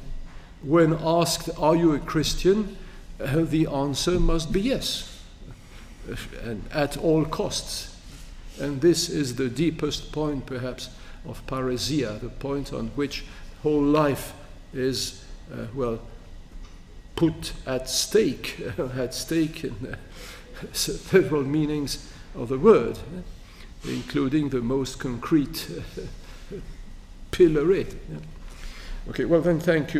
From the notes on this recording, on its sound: lecture on May 3, 2018 at the University of Chicago's Breasted Hall